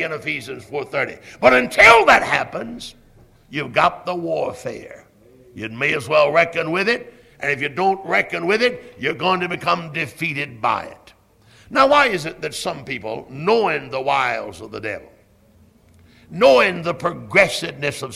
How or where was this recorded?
large echoing room